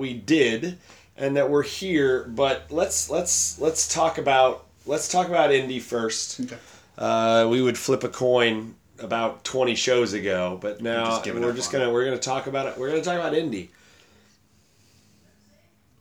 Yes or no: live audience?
no